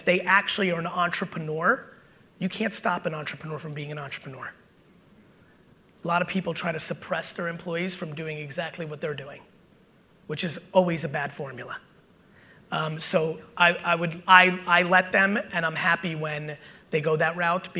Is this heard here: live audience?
yes